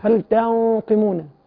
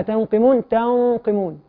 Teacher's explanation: نون ساكنة بعدها قاف والقاف من حروف الاستعلاء فنراعي تفخيم غنة الإخفاء